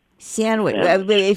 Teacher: I say sandwich, a broader A. Sandwich. Sandwich.